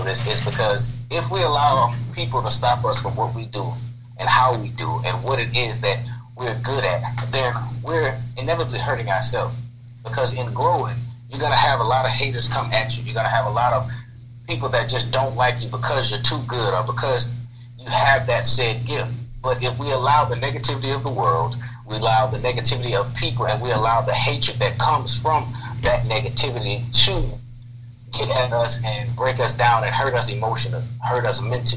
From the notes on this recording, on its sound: Calling in on the phone, so please forgive the sound quality.